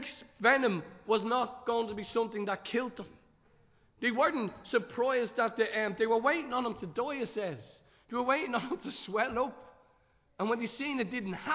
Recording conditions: large echoing room